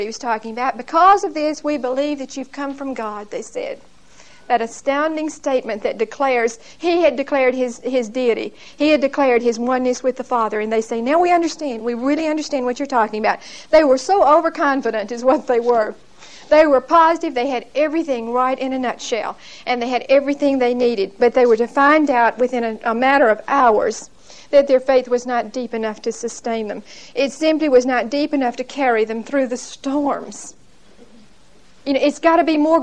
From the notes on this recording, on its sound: Recorded 12/2/1975 at Whitesburg Baptist Church.